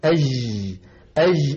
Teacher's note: نطق الجيم رخوة في بلاد الشام وفي بلاد المغرب · Term: جيم عامية